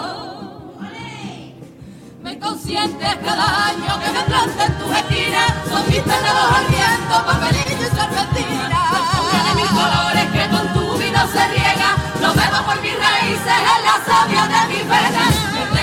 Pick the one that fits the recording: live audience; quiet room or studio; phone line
live audience